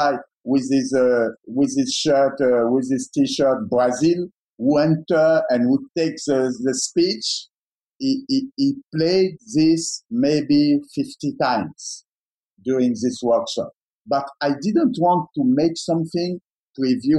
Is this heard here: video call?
yes